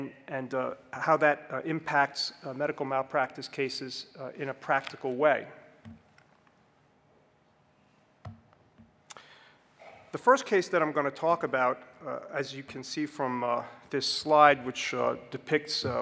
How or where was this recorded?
large echoing room